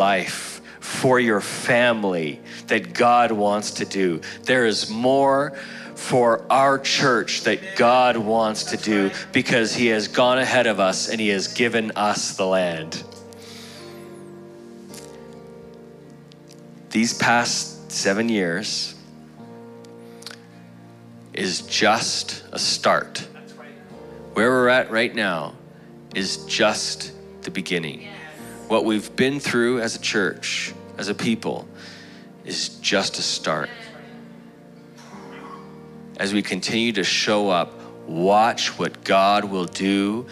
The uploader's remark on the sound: Broadcasted live from The Father's House, Calgary, AB.